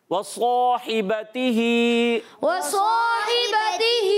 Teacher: ہونٹوں کی گولائی سے دونوں ہونٹ گول کرنے ہوتے ہیں اور صاد حرف مستعلیہ میں بھی ہے حرف مطبقہ میں بھی ہے تو آپ اس کو موٹا نہیں بلکہ ایکسٹرا موٹا کریں گے جی ہاں اور صاد کے بعد الف بھی آ رہا ہے